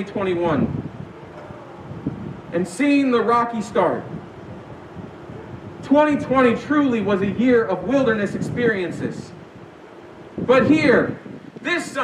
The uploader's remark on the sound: We apologize for the shaky audio the sermon this week was recorded during our outdoor worship service.